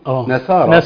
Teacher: نصارى وده طبعا واقع فيه كثير من الناس نصارى او يخلص يحاول يخلص النون فيجيب الصاد سين